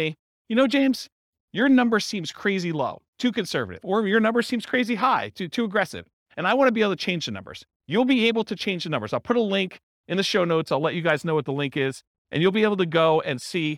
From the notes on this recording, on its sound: This was a live class recorded